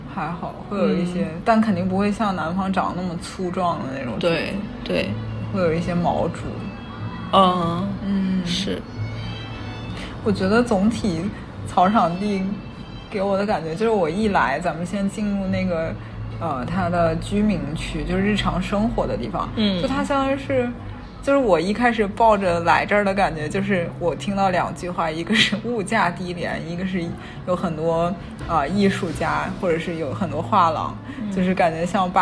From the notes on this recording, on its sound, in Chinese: 被植物环抱的咖啡馆“扫叶花园”，在这里我们趁热录制了本期节目